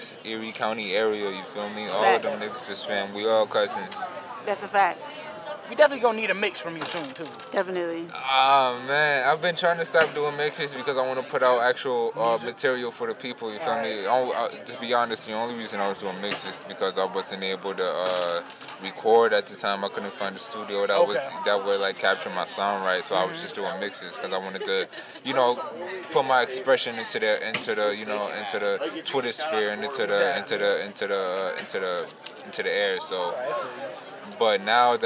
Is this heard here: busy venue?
yes